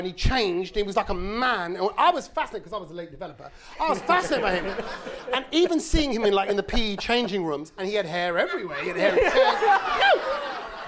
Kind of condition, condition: setting, live audience